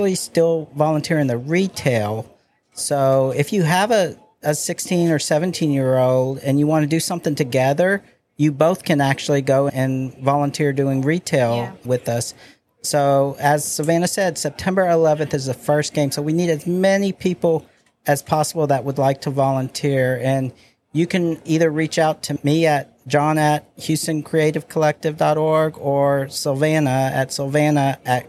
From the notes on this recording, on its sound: We take the Creatives Podcast on the road as we broadcast live aboard the USCG Cutter Morris in Galveston while HCC Volunteers help with the cleaning and restoration of this historic ship.